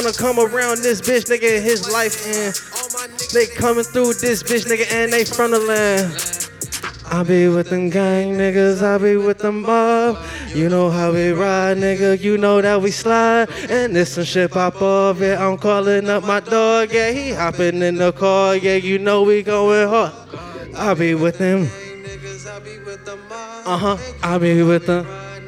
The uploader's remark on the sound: This show was recorded live on April 4, 2022 at Yellow Cab Tavern, 700 E.